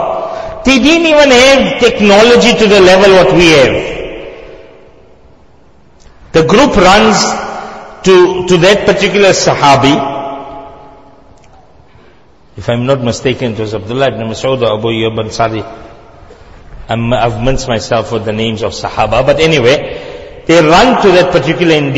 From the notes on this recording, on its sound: Jumuah lecture